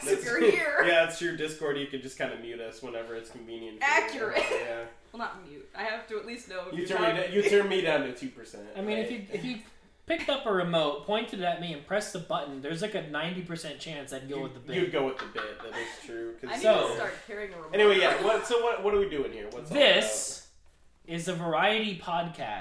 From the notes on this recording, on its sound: The audio is a little echoey due to the space we recorded in.